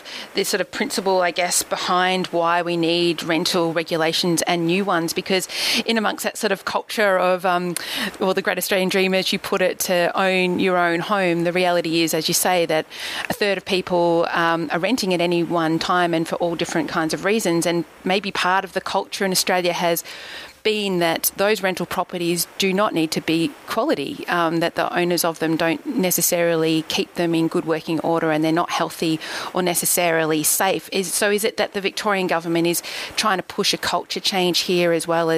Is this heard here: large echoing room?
no